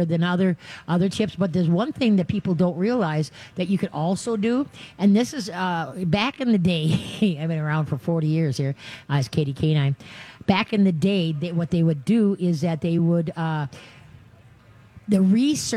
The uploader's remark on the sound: LIVE from the State Fair!